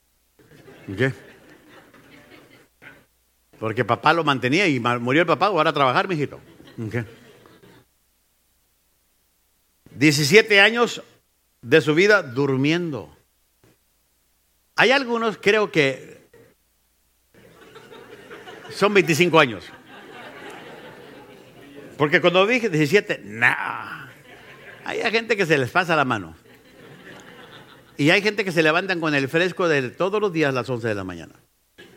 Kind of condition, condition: setting, live audience